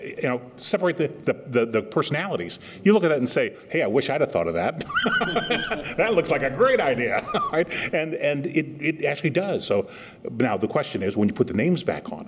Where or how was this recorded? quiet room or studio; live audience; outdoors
live audience